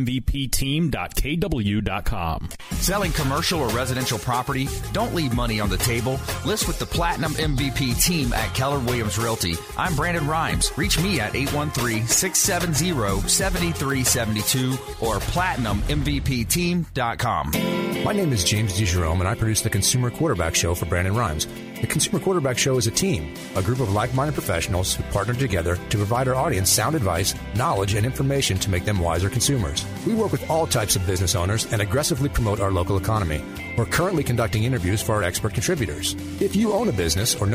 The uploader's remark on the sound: on the phone